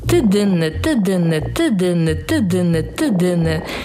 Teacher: Cały czas sztywnym językiem uderzamy w to miejsce, gdzie górne, gdzie stykają się zęby, górne zęby, z podniebieniem, czyli daszkiem buzi.